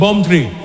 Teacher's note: Because there is no P in the Arabic alphabet. The P is a B.